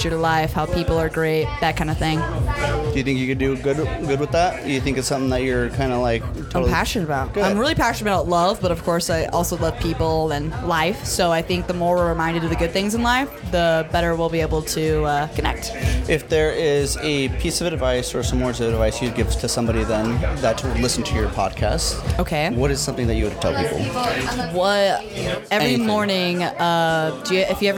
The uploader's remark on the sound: Please welcome our 3rd guest from our live event series! This podcast was recorded at the Rapunzel Salon and Spa in Boise, Idaho live. The event was a 21+ Trunk or Treat where local businesses, and community members came together to have a good time enjoying what Boise has to offer.